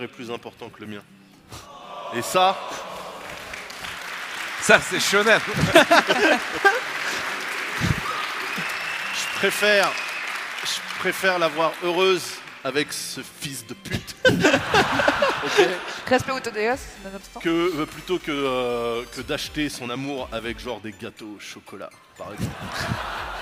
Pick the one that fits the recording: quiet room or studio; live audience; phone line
live audience